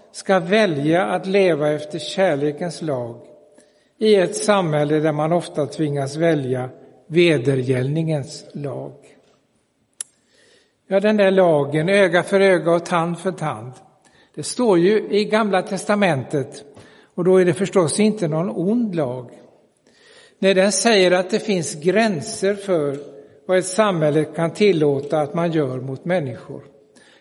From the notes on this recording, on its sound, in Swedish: Inspelad i Roseniuskyrkan den 11 september 2022.